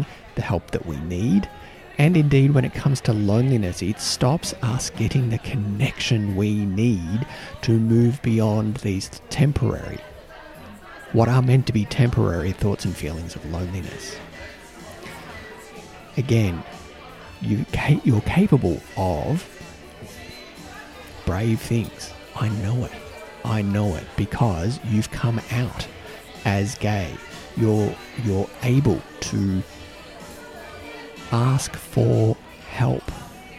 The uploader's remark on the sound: Sounds recorded with permission at Prefab Eatery, Wellington